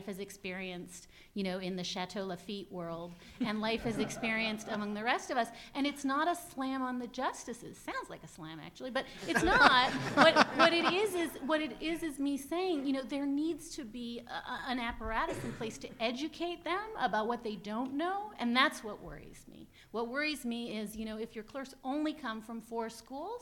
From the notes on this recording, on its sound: UCI Law's 6th annual event. Drew a record crowd in person (more than 800 RSVPs!), and hundreds more online via live webcast.